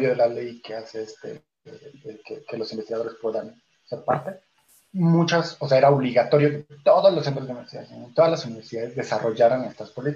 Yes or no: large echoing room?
no